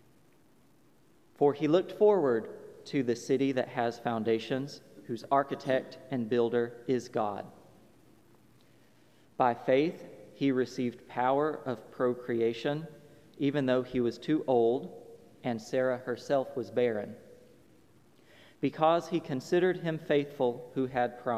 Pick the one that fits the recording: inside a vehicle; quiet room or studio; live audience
live audience